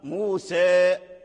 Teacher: موسى إذا وقفنا عليه فألفه يمال